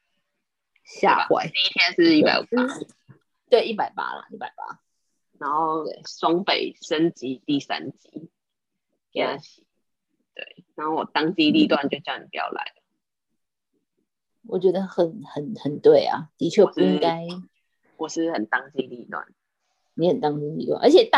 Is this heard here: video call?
yes